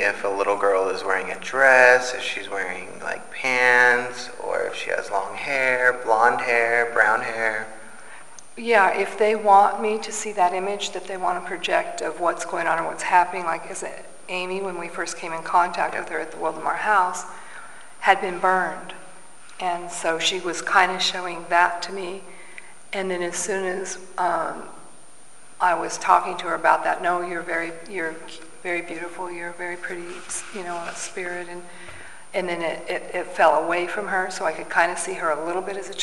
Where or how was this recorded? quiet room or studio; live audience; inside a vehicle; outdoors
live audience